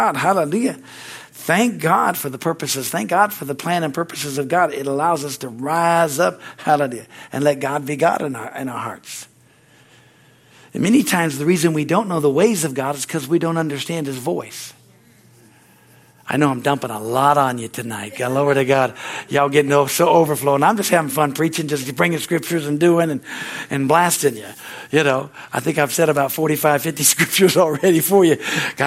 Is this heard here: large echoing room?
yes